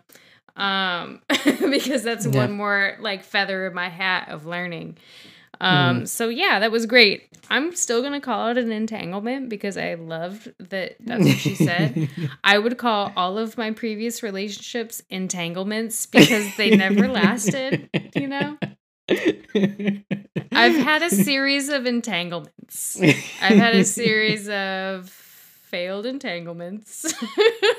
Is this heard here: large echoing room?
no